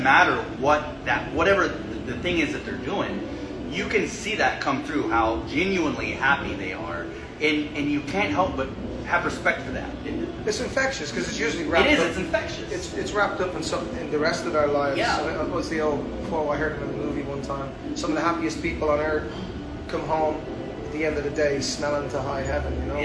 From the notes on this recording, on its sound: Recorded live from The Church Entertainment Lounge in Fayetteville, North Carolina.